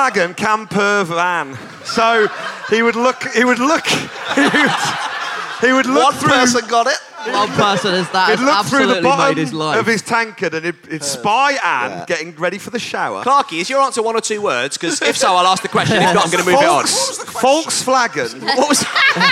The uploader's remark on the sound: recorded at the wonderful 2017 Machynlleth Comedy Festival